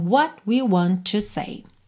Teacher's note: Want com to eu ligo num T só.